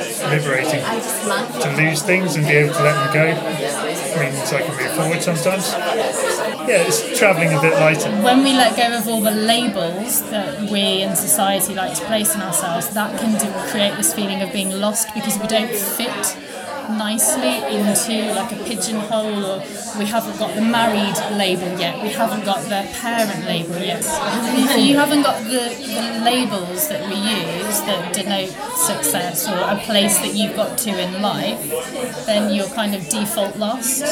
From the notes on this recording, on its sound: With some highlights from our live How to be Lost event.